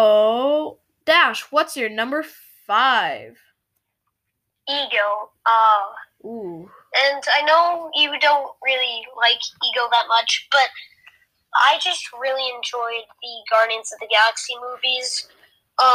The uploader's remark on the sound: Sorry if there is any bad audio!